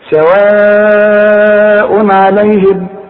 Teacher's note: العين دي من حروف الاظهار، كل تنوين بعده عين ما غنش